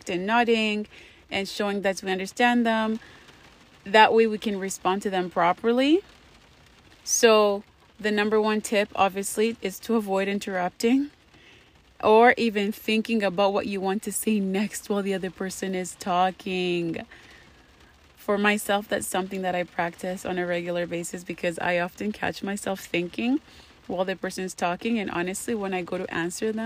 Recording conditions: background noise